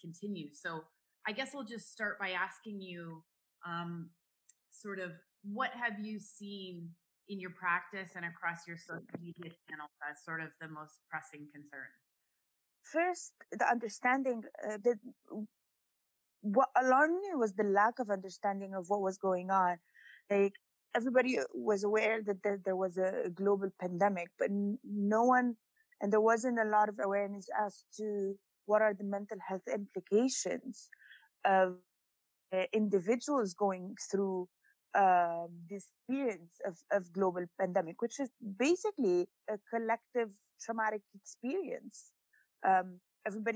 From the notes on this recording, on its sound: checks in via Zoom